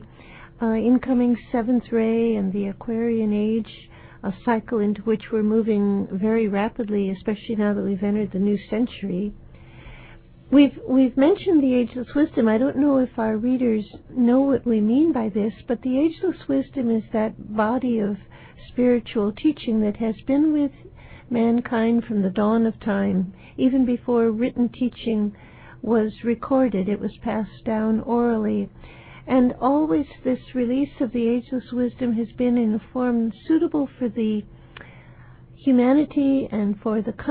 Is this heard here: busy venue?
no